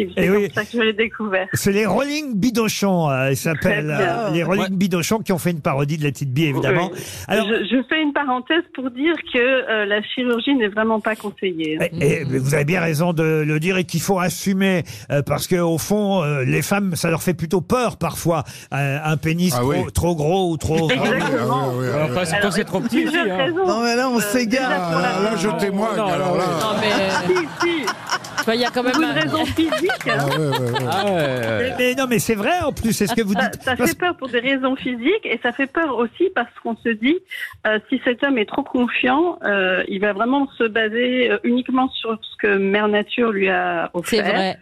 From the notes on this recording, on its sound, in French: au téléphone des Grosses Têtes